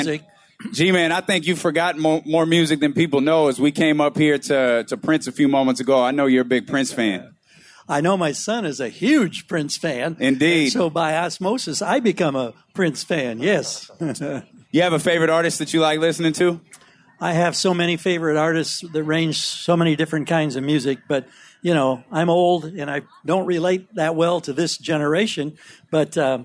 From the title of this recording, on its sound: Live At Sports Fest